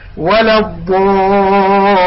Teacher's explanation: لاحظ الألف هذا الألف فخمت، ليش؟ لأن الضاء اللي قبلها مفخمة · Term: الألف يفخم